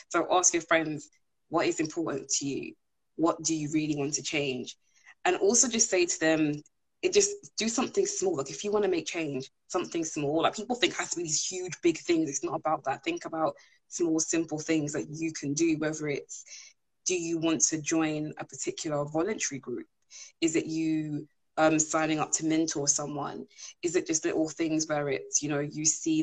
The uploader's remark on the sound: live Instagram interview